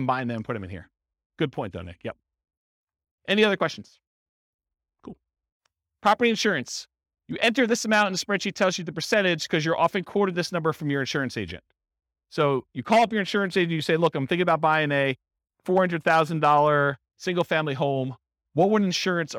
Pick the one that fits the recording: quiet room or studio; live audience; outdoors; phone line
live audience